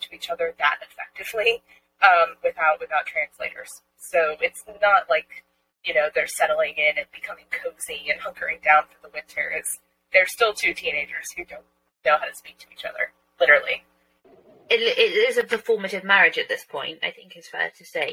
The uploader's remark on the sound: We would like to apologize for the compromised audio quality of this episode.